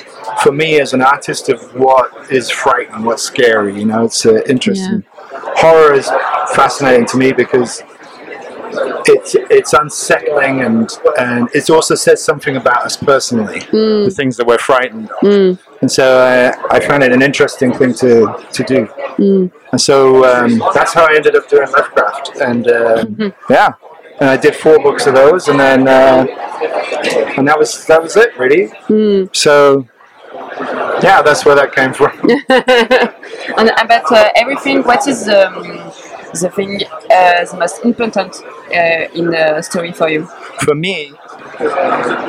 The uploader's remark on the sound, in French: Festival International de la BD d’Angoulême 2023. Une nouvelle interview sur le stand de 404 comics.